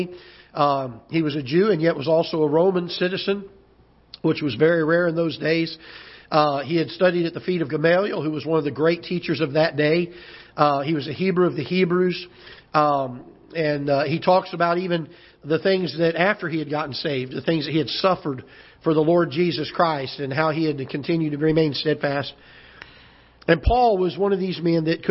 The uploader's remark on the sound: Ketha Heights Baptist Church ~ Live Broadcast